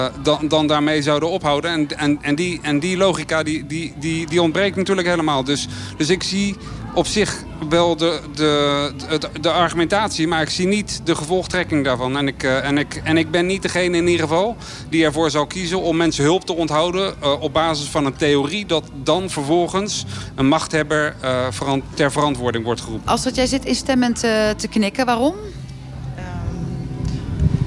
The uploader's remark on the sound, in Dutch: Vanuit het Afrikafestival in Hertme (7 juli 2019)